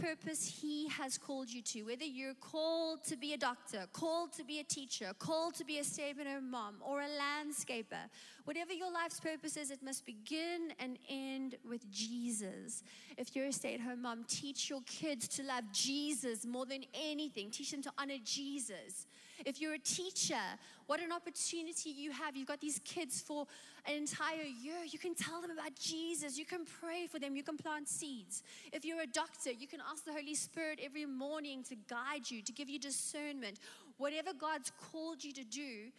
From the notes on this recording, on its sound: Recorded live on Sunday the 24th October 2021